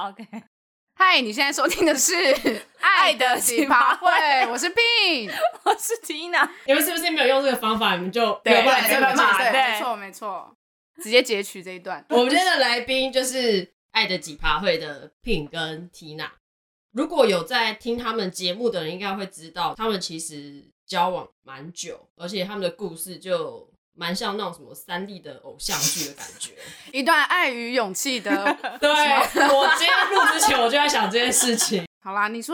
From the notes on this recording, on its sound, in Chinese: 這集因為設備關係音質有些不穩定。